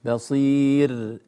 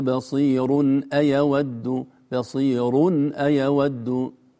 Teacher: في الآية 265 والله بما تعملون بصير، نقف نقول بصير بترقيق الراء، لكن لو وصلنا والله بما تعملون بصير أيود بصير أيود نفخم الراء